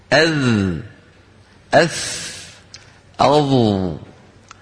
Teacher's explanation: قال إمامنا الجزري رحمه الله والظاء والذال وثاء للعليا، يعني للثنايا العليا، ثم قال من طرفيهما، من إذن الطرف على الطرف كما نرى على الصورة، لاحظوا بأن طرف اللسان على طرف الأسنان · Term: الحروف اللثوية